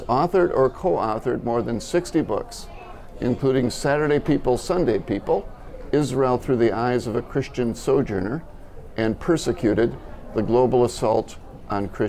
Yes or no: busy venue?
yes